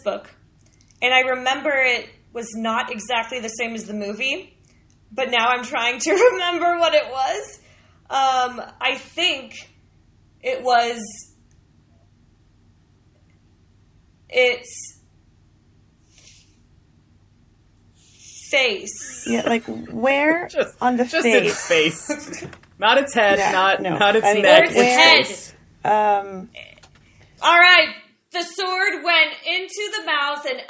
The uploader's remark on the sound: Due to audio difficulties (which included losing audio, re-recording, and patching everything together) you might notice that this episode is a little choppy or mis-timed in places.